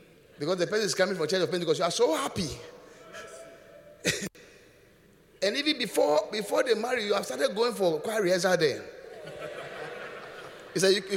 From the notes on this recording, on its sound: Preached at The Qodesh